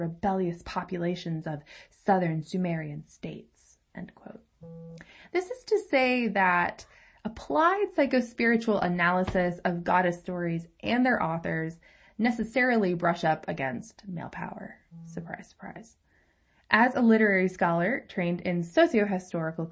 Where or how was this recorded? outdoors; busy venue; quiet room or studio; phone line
quiet room or studio